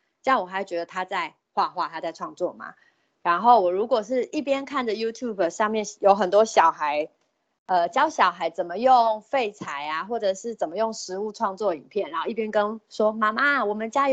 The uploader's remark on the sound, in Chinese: 此為線上課程錄音檔